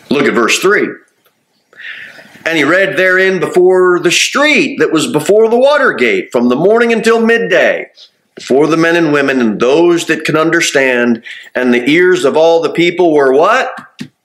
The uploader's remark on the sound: Sermon delivered at Pilgrim Baptist Church on Thursday, December 14, 2023, at 6-15 pm. Jere Whitson Rd. Cookeville, TN 38501.